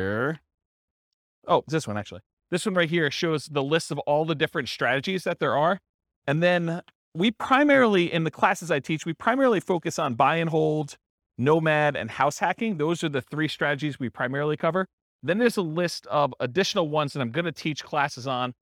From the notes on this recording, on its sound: This was a live class recorded